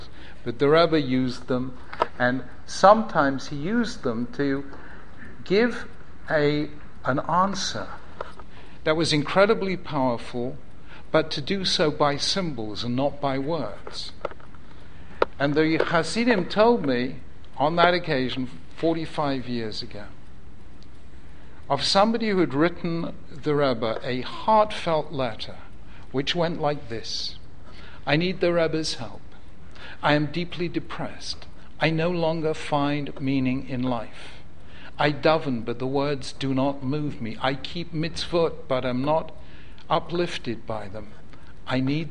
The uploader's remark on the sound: Originally recorded at Yeshiva University.